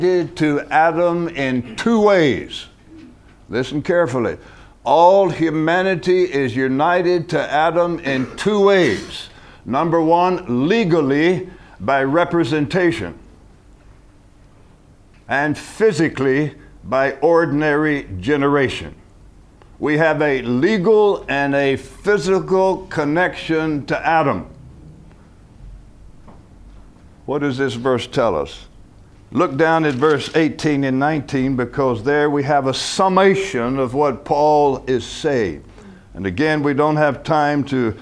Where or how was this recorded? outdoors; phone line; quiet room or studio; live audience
live audience